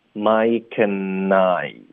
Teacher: get off to 什么 start 的这个句型，我们就这样把它学下来，OK？它的开头是 Mike andI。那英文我们说两个人作为主语的时候呢，我们一般 I 是放在后位的，OK？然后人家往前推，所以是 Mike andI，我们就发 Mike andI。 Mike 的科跟 and 我们要连读，and 呢我们就弱读成 n，Mike and n 的音要顶舌尖。连读到 I, Mike and I,就这么简单连读过去了。Mike and I,后面我们就有 didn't,这里我们第一要把 t 的音省略,didn't,第二个音节的这个 den,我们用一个喉音停顿，我们就发